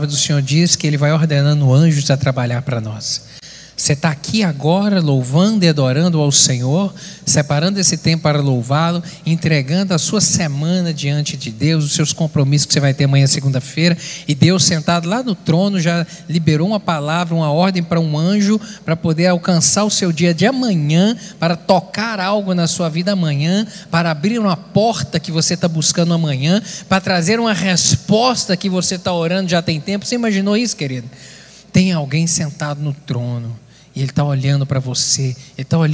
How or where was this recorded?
large echoing room